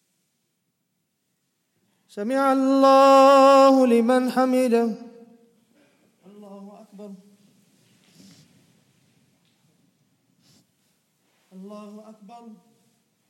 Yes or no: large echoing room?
yes